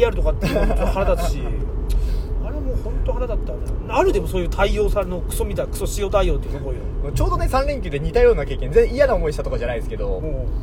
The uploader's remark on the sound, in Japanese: いつもの営業車の中で